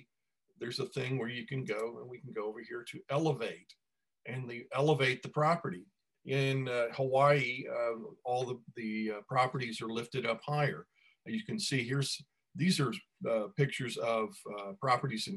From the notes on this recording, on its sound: Delivers zoom talk #2.